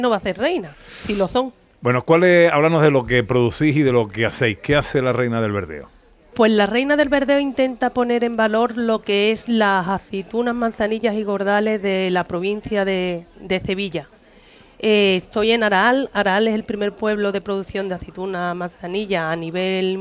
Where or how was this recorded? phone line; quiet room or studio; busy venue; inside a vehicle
busy venue